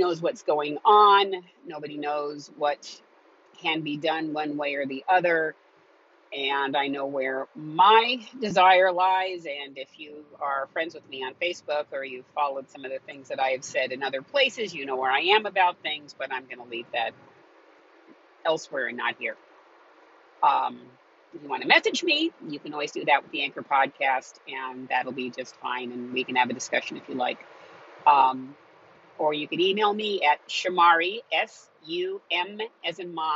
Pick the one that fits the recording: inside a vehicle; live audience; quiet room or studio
inside a vehicle